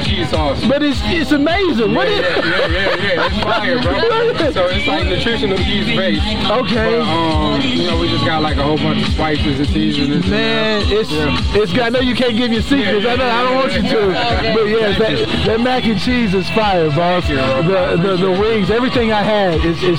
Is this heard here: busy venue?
yes